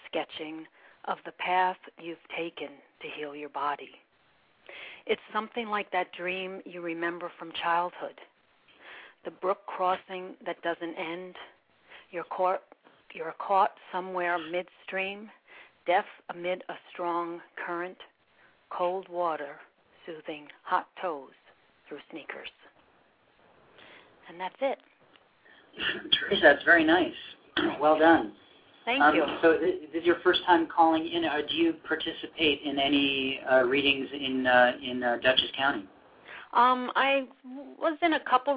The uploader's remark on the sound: live callers from Oakland, CA, Washington, DC, Calabasas, CA, Sonoma, CA, Toluca Lake, CA and Poughkeepsie, NY